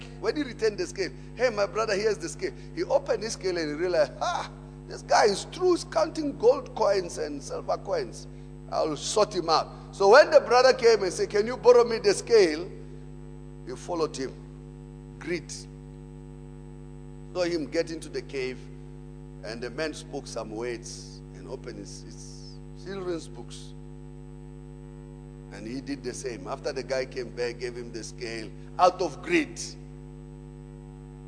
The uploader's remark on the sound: Preached at Emmanuel Christian Church, Arcadia Campus on the 4th of November 2018.